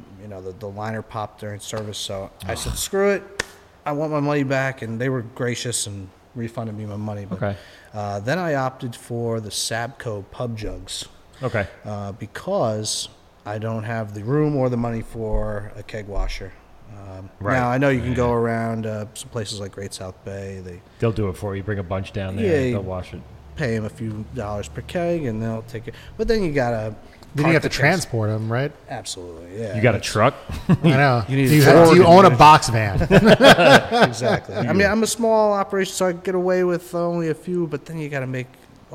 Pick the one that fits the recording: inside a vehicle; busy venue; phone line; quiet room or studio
busy venue